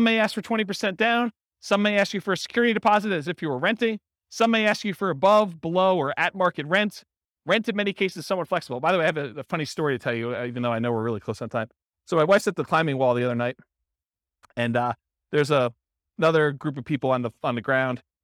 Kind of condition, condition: setting, live audience